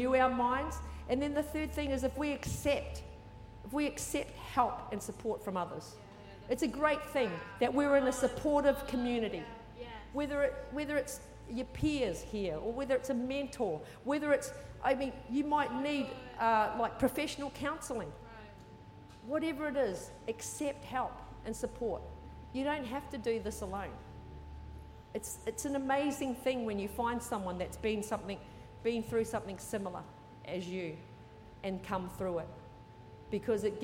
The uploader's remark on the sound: Recorded during our 9am service.